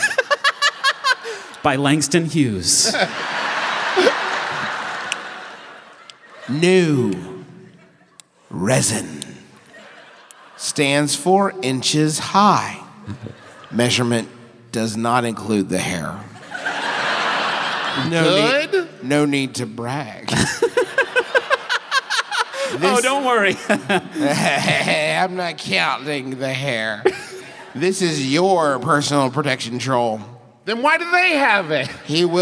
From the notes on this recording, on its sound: live performances at the King’s Theater in Brooklyn